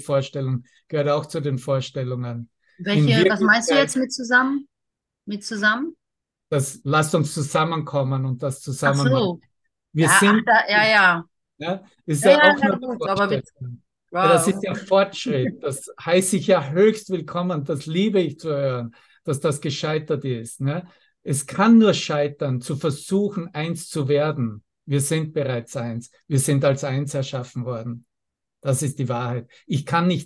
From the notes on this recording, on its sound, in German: Zoom-Session. Veranstaltet von der Aleph Akademie.